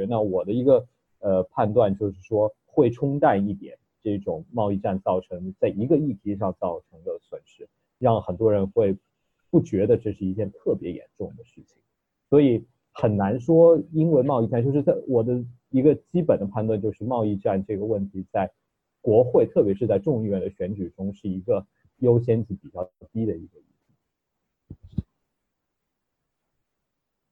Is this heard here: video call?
yes